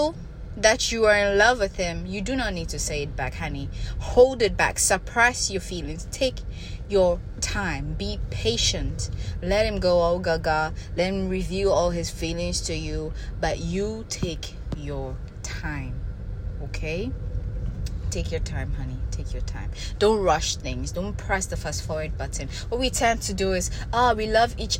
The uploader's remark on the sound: I recorded while driving, sorry for the background noise.